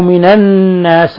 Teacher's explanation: النون حرف مشدد، فهو حرف غنة مشدد، يغن مقدار حركتين